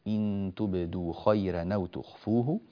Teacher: ننبه إلى ترقيق الراء في قوله تعالى خيرا